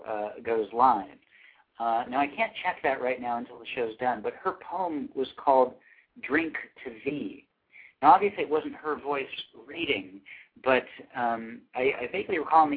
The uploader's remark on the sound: callers from Laguna Hills, CA, Lake Wells, FL, Valley Center, CA, Columbus, OH, Newark, NJ, and Elkins Park, PA